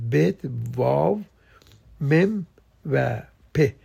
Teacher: و پنجم حروف سیفتیوت که از همکاری لبهای بالا و پایین و متصل شدن به هم این حروف به وجود میاد